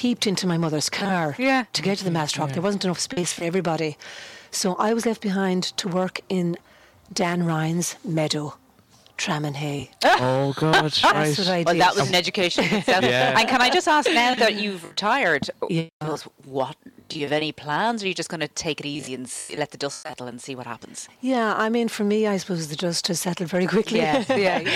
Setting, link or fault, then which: setting, busy venue